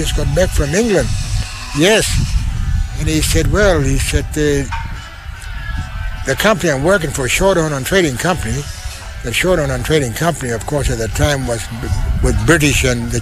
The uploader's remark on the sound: LIVE Outside Broadcast at the Stolen Generations Kullarri NAIDOC open day